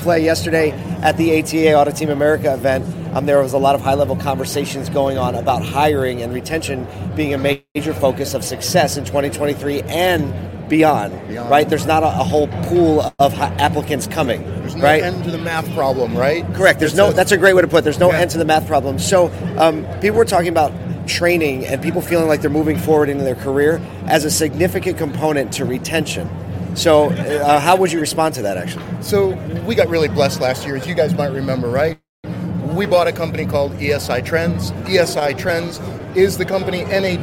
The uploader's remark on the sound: We're live from the NADA Show Floor for the Ribbon Cutting. We grabbed a couple of friends to chat about their NADA Show experience so far.